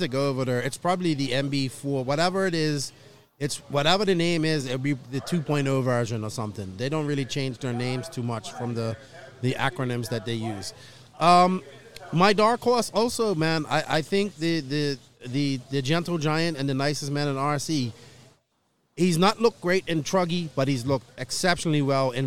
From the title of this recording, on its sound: Live from Finals Day at the 2021 ROAR Nationals